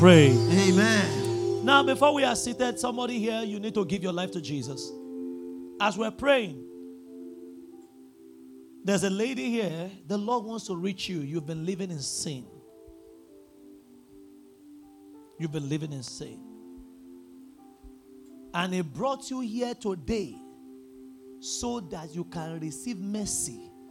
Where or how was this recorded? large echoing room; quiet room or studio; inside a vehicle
large echoing room